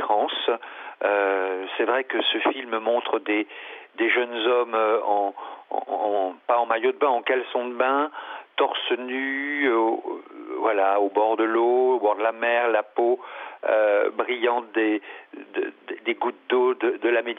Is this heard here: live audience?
no